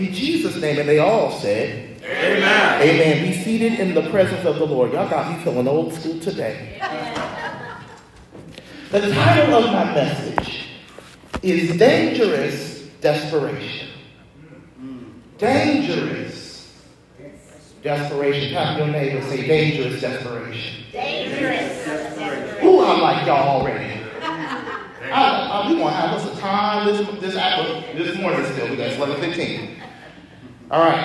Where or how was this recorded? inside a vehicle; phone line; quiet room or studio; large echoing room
large echoing room